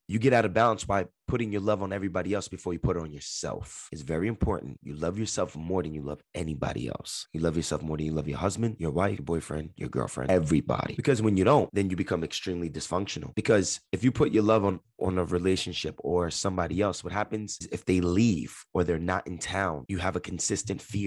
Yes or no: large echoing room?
no